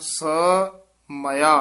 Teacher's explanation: ਸੱਸੇ ਅਤੇ ਮੰਮੇ ਦੇ ਵਿੱਚ ਡੈਸ਼ ਦੇ ਕੇ ਪੋਲਾ ਉਚਾਰਨ ਕਰਨਾ, ਸ ਮਾਇਆ। ਪਾਠ ਇਕੱਠਾ ਹੀ ਹੈ, ਸਮਾਇਆ।